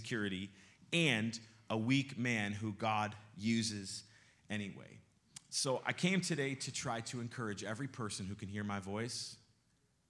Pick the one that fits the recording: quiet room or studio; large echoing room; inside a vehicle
large echoing room